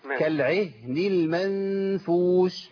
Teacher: الهاء ساكنه ما تتحركهاش ما تقولش كالعهني